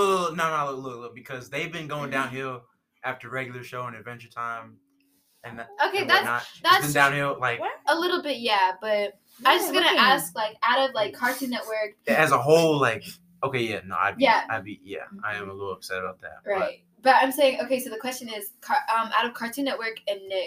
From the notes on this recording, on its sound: Apologies for the sound quality this is our first episode.